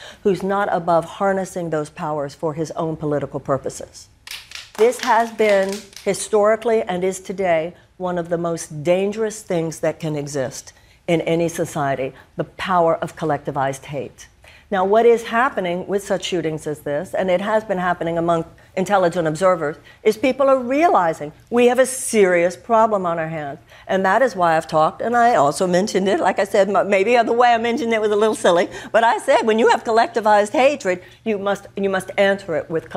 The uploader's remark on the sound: Takes Questions from The Daily Show Audience. Answers audience members’ questions.